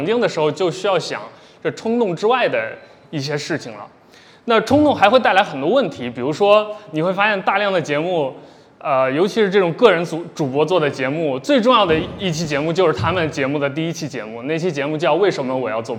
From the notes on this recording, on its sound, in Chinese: 本期节目来自「南波湾」深圳线下播客活动的录音